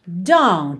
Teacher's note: Você percebe que não houve a letra T.